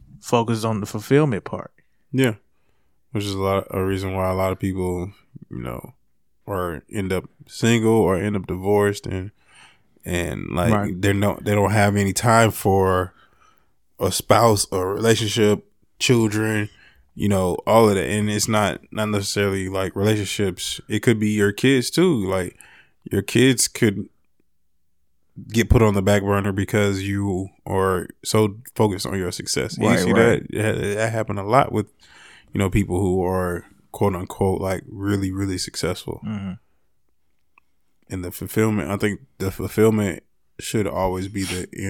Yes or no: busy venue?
no